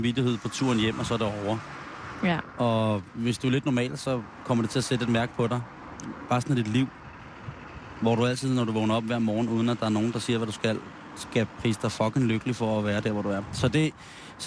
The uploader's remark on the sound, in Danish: sender live udenfor Ørsted Hus